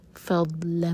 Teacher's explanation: مبصرۃ لتبتغوا، تب باب القلقلة، تبتغوا فضلا من ربكم، ضاد ساکن پر جھٹکا نہ ہو بالکل بھی، فض ضاد زبان کی سائڈ سے پڑھا جاتا ہے